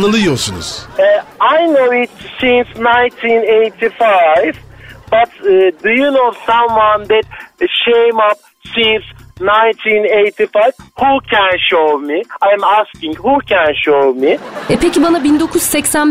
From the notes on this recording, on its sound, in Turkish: telefon görüşmesi